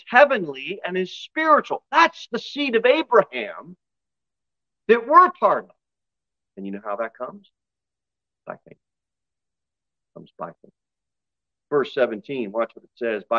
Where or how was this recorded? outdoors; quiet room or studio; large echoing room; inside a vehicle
large echoing room